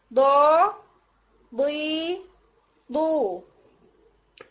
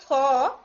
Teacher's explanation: आपकी जो साउंड है वो इतनी स्ट्रांग हो कि उसमें एयर नहीं आनी चाहिए, बिल्कुल एयर नहीं होनी चाहिए · Shown in: first take